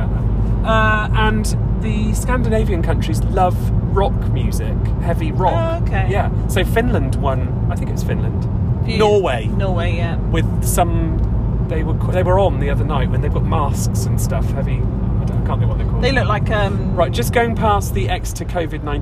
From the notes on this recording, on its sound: This week we are in the car!